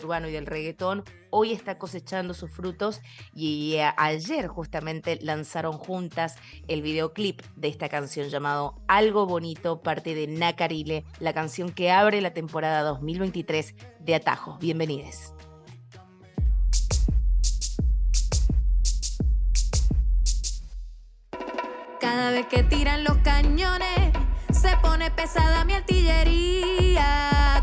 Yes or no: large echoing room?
no